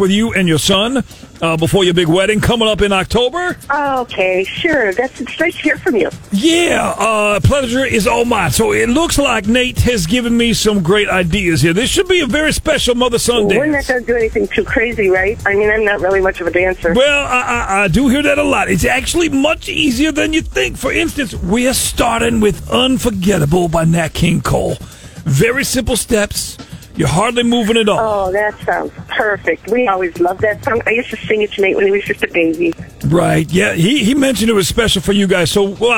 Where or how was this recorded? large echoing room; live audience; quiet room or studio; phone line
phone line